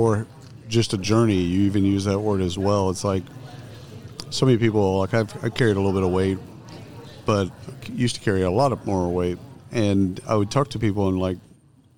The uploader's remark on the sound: Live from SHRM 2022